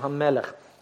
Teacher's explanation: Слышите удвоение в букве М.